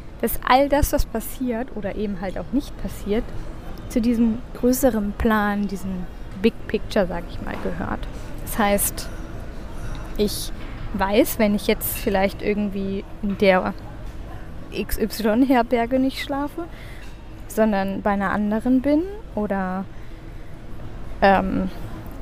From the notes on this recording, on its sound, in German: Aufgenommen am Flughafen in Istanbul.